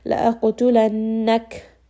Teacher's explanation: So a little bit of that air is going to come out after we have stopped on the كَاف. · Term: humps